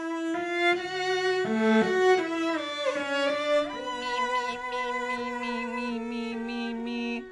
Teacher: I'm making my voice as nasally as possible. So I'm only using my resonance in my nose, and then I adjust it until it sounds normal.